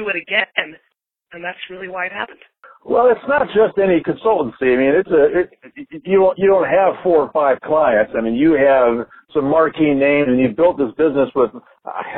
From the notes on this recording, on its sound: To record, I was on an iPhone from an Atlanta parking deck. Was on his phone riding in a taxi through Manhattan…